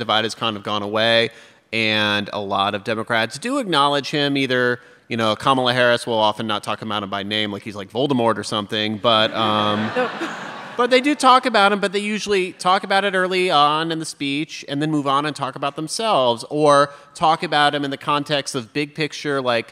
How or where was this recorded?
live audience